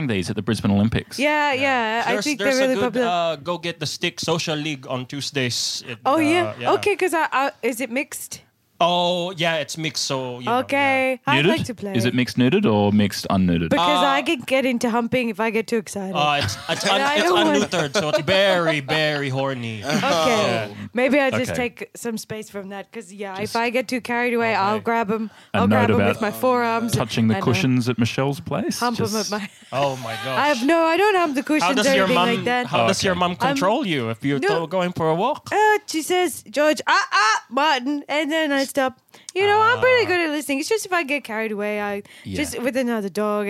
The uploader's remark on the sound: Recorded at Comedy Republic. Recorded at Comedy Republic.